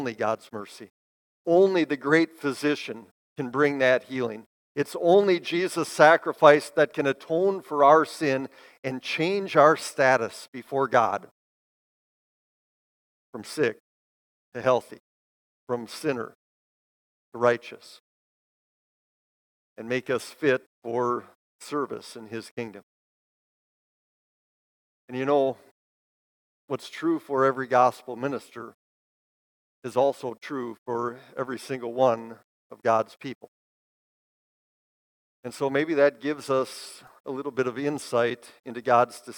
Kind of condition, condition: setting, large echoing room